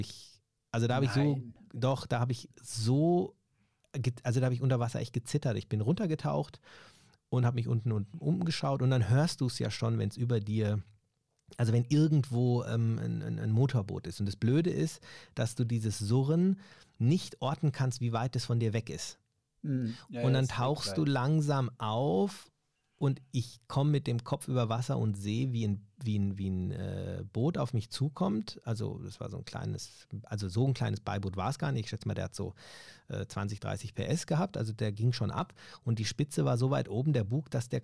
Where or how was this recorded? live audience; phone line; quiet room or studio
quiet room or studio